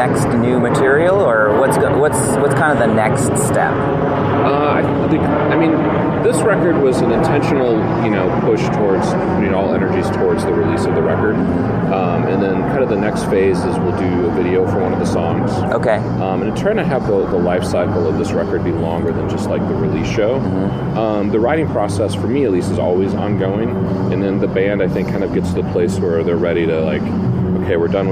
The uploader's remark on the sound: at the Georgetown Trailer Park Mall